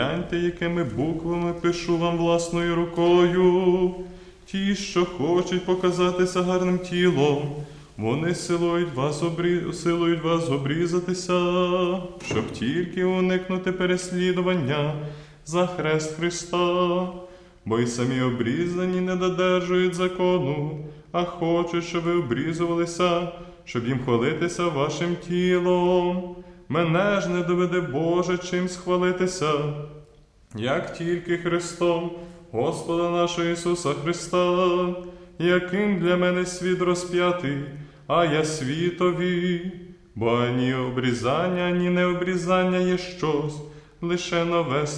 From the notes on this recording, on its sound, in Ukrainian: Співали студенти-богослови Папської Української Колегії святого Йосафата. Пропонуємо вашій увазі звукозапис цієї Святої Літургії.